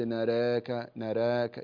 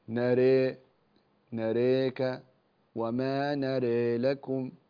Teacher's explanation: كأنك رققت الراء دون تقليل كثير، يعني فقط انخفض قليلا بالتقليل، ليس إلى درجة الإمالة وإنما يبقى في التقليل